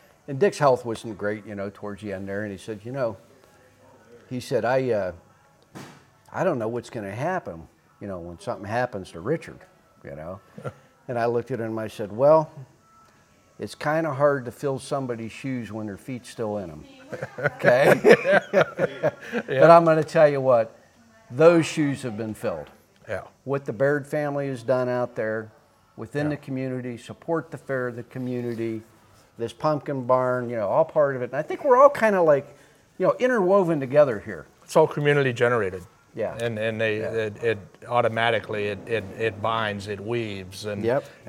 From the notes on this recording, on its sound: recorded onsite at The Canfield Fairgrounds!